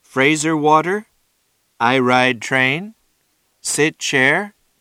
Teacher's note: the child forms a question by using a question intonation, a rise of pitch at the end of the sentence.